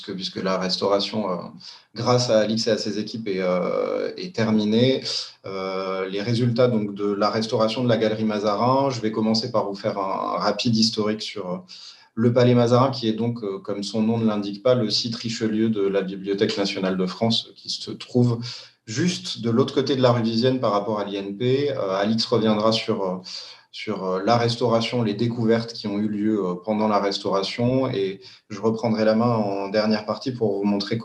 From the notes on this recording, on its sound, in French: Enregistré sur Zoom le 4 février 2021.